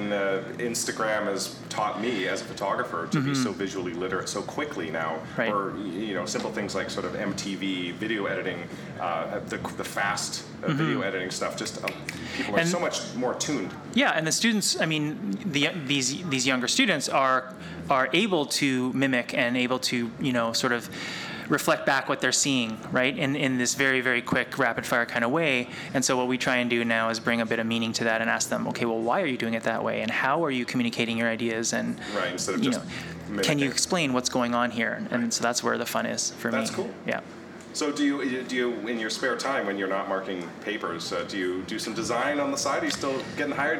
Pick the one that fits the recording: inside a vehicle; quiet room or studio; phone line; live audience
live audience